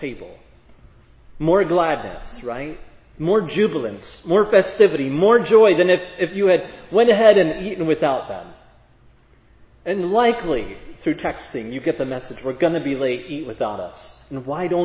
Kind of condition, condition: setting, large echoing room